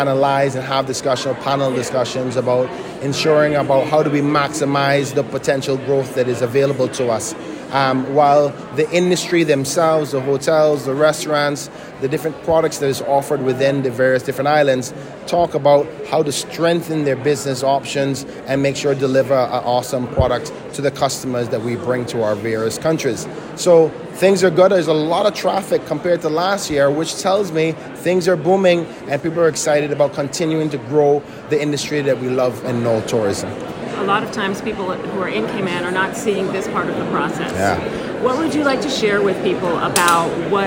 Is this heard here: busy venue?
yes